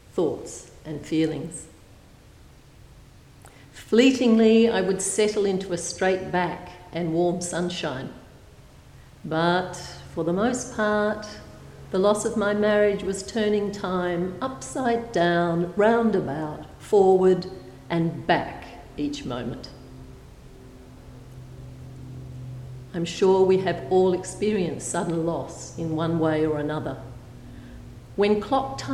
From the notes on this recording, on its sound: A Thursday night talk delivered at St Paul's on the 2nd of June, 2016.